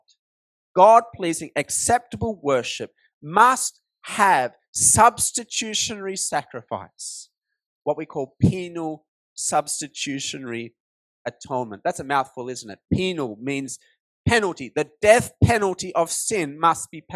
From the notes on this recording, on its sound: This sermon was preached at Cross & Crown, Penang on 28th May 2023